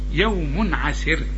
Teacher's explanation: هذا حروف مرققة، يوم عسر، تنوين بعد عين، العين بقى من حروف الإظهار ما تغنش، يوم عسر. عسر الراء هنا مرققة عند الوقف، ولازم حنوقف لأن دي في نهاية آية، لكن عند الوصل مضمومة بقى مفخمة.